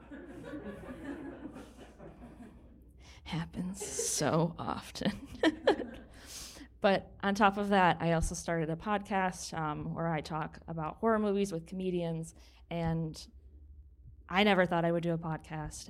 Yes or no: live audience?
yes